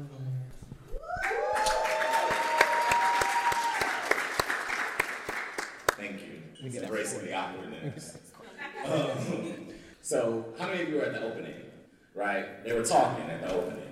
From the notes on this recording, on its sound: S3_E7_We LIVE Yall_Scholar_Tea Live Recording At ACPA. Join us for our first live audience recording at the ACPA convention in March 2023 in New Orleans.